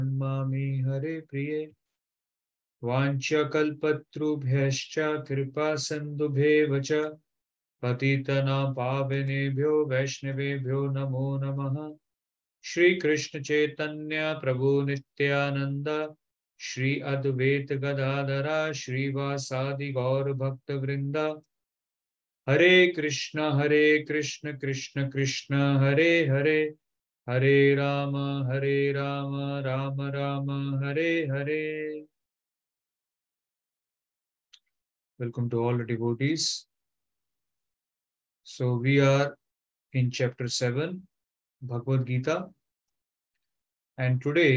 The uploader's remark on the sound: Online Zoom Class